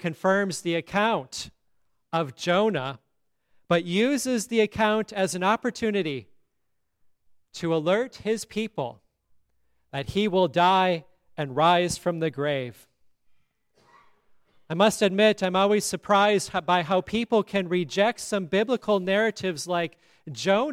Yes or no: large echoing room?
yes